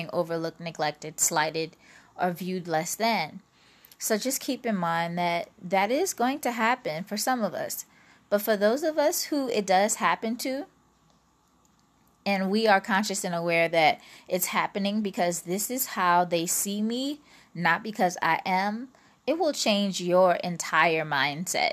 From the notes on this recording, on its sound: Pardon the static...!